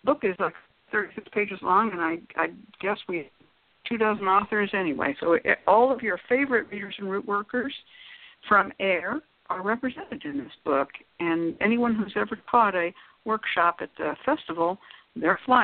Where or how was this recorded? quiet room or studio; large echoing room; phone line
phone line